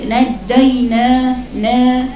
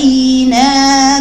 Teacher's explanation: النون مفتوحه، وبعدين مديها اطول عشان تجيب لك المد الطبيعي · Shown in: second take